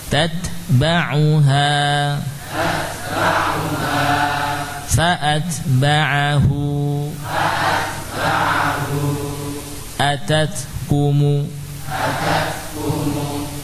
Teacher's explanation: Yang muncul aliran nafas saja, bukan disertai dengan suara tat